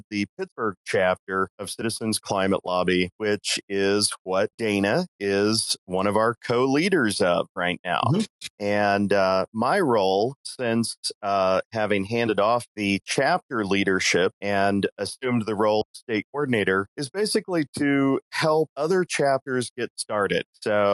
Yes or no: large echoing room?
no